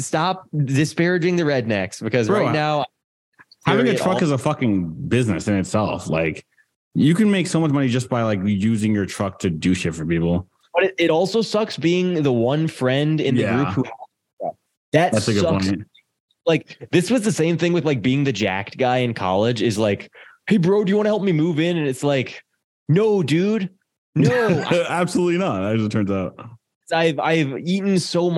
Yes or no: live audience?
no